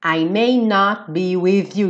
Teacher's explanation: De novo, T do not sumiu.